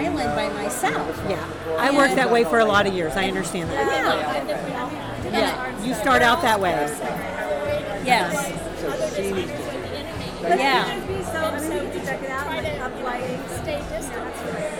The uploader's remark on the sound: Live at the Phillips Collection